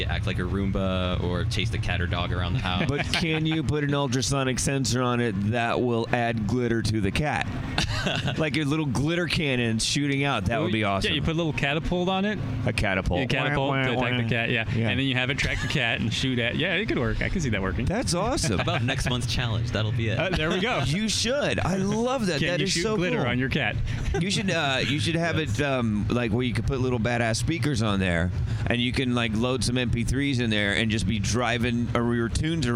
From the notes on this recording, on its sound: At the Shell Eco-Marathon in Detroit. Hit the road and head to the Motor City - Detroit, Michigan for the annual Shell Eco-marathon and the #MakeThe Future Festival.